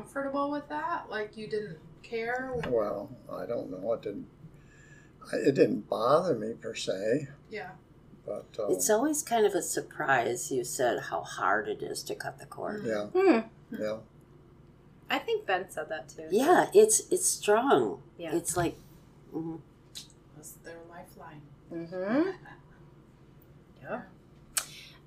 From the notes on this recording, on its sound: The audio is somewhat rough as we were not in a recording studio, but a cottage.